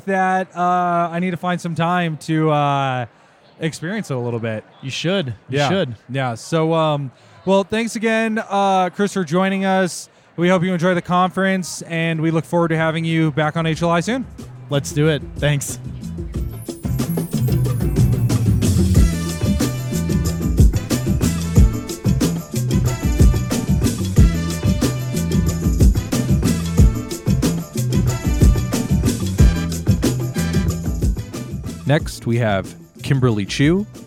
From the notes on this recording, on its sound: Live from Psychedelic Science. From attending the largest psychedelic conference in modern history.